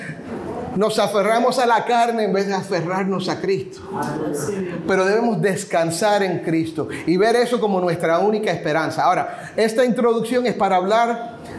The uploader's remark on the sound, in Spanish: Compartimos el audio de una reciente conferencia de pastores